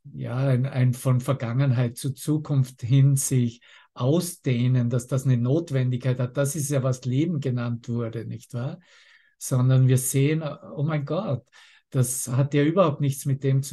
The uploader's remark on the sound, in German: Zoom-Session. Veranstaltet von der Aleph Akademie.